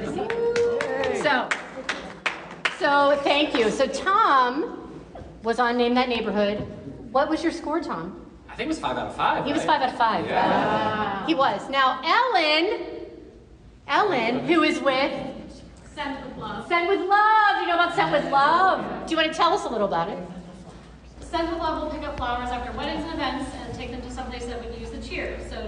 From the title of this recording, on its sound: Live from our 100th Episode Party!